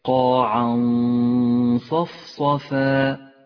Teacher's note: لاحظ غنة حرف الصاد كيف تخرج من مخرجه قاعا صفصفا، وهي غنة مفخمة لأن حرف الصاد حرف مفخم